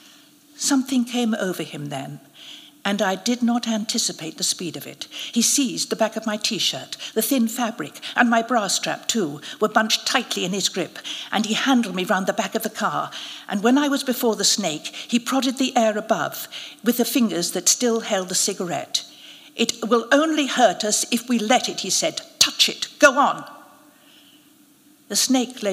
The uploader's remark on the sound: narrated at a special live event